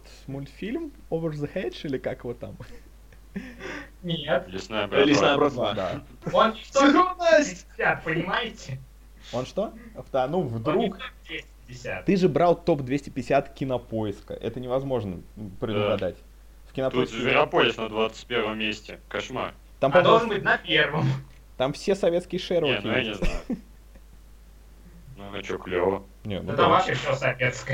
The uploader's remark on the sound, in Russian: Это старый выпуск подкаста, не имеющий чёткого формата, записанный в не очень высоком качестве.